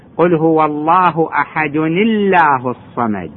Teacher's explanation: دائما اسم الجلالة أحد الله كسر أكو أحد الله، قل هو الله أحد الله الصمد، أحد الله كسرناها فصارت مرققة